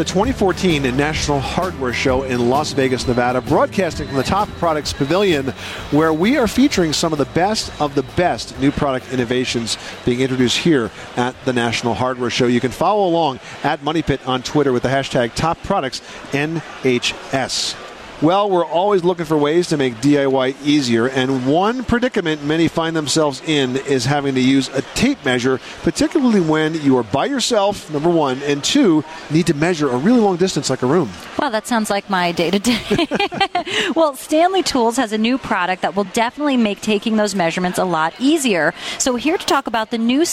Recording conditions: busy venue